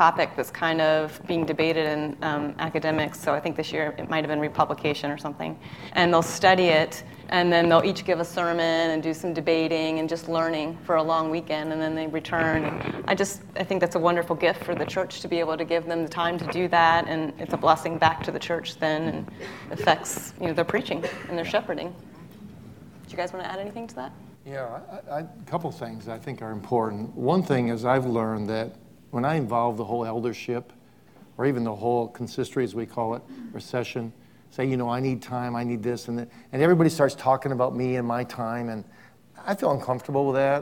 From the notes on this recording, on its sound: Welcome back to Westminster Theological Seminary, nestled in the quaint city of Glenside, Pennsylvania where the Preaching Conference is still underway. Students have submitted thought-provoking questions to our LIVE panel.